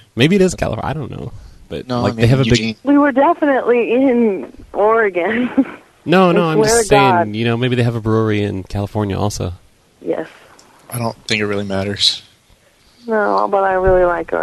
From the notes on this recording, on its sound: Prank Phone Calls